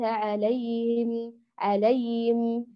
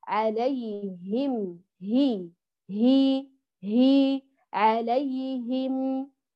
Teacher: إذن هذه الأخطاء في الهاء، لا نقرأها بشكل مبالغ فيه من الصدر، ولا يتلاشى صوتها، ولا نحركها لضم، ولا نقرأها غير متمة، بل نقول عليهم بإتمام الكسر وتحقيق الصوت الهائي وإظهاره وعدم إضعافه · Shown in: second take